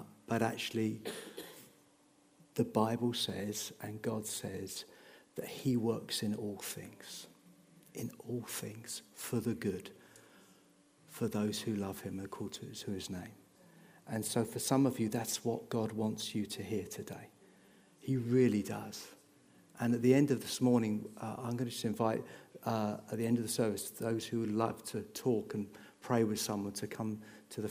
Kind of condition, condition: setting, large echoing room